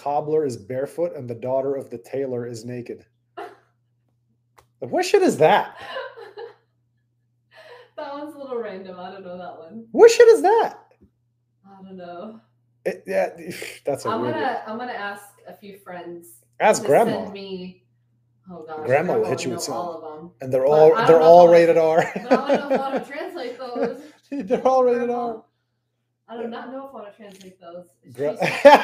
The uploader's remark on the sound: FML, another episode where the mics didn't connect for whatever reason and the sound is unclear.